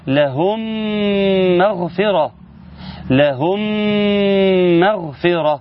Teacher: الميم الساكنة في لهم أتى بعدها ميم متحركة في كلمة مغفرة، وجب الإدغام إن تاخد الميم الأولى وتدخل في الميم الثانية